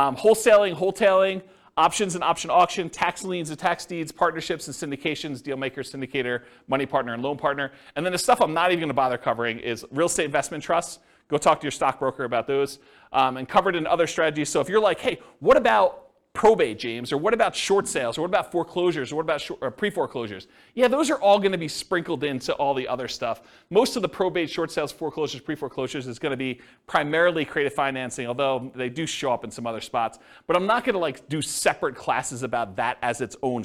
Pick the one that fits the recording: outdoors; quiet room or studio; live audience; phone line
live audience